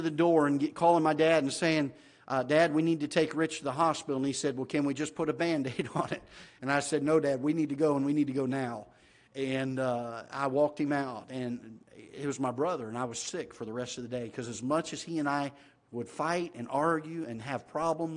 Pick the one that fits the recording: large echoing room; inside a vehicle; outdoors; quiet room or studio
large echoing room